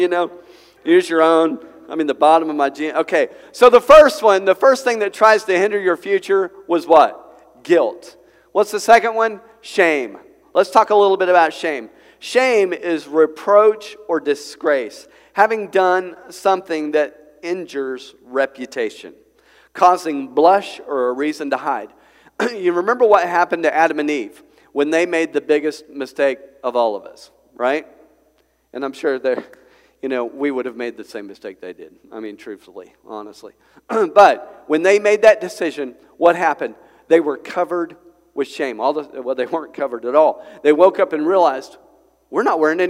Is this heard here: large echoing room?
yes